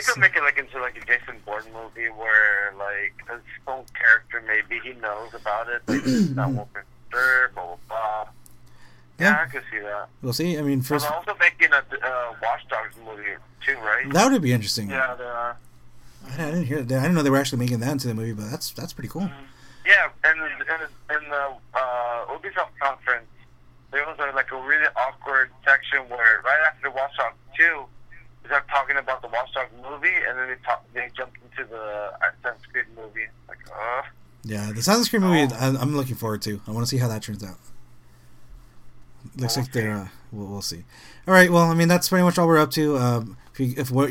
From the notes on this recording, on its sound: The audio is a bit weird since we were in a 3 way call